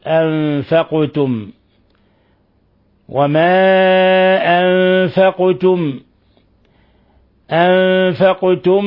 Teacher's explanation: أما الأحكام التجويدية التفصيلية فهي كما يلي: قوله تعالى وما أنفقتم، مد منفصل لانفصال حرف المد عن الهمز في كلمة أخرى، أنفقتم نون ساكنة جاء بعد حرف الفاء الحكم التجويدي إخفاء حقيقي، ولما سكنت القاف وهي من حروف قطب جد فإنها تقلقل